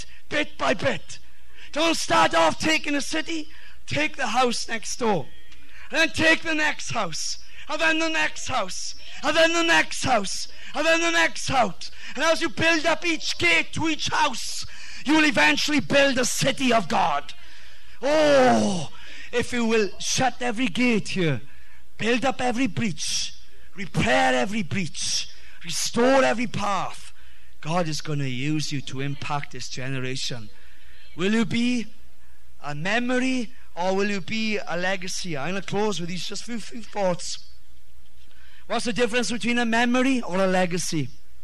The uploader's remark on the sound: Revival message Preached at West Apostolic Church TX.